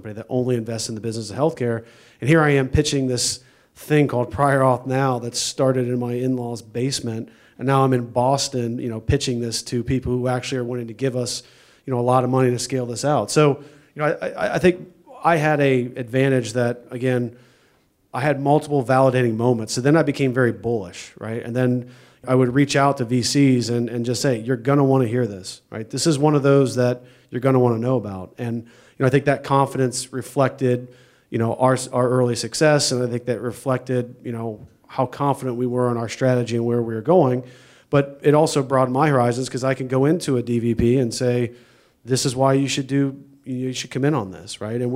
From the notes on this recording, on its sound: This is the audio recording from the live event